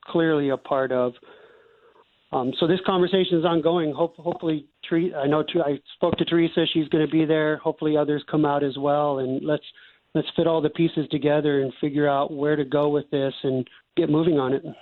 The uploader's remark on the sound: gets the Mayor on the phone